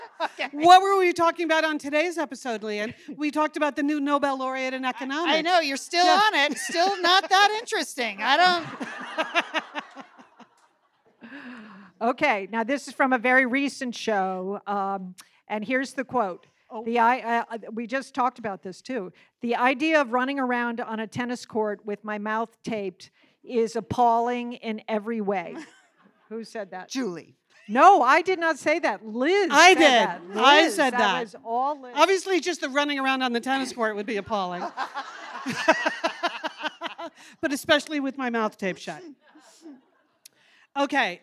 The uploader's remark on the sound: Perform in front of a LIVE audience in Minneapolis. At their Big Fun Weekend.